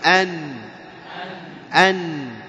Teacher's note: لاحظ النون أن ارتفعت اللسان قليلا